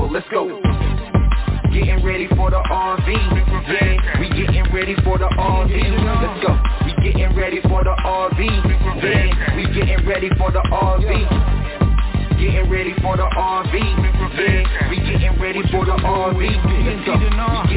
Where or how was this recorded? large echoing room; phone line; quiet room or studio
phone line